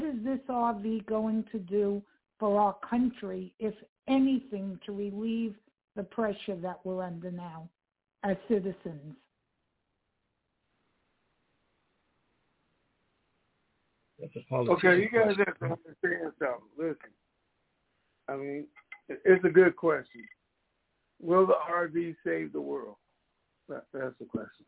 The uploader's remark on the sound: TNTSuperfantastic Conference Call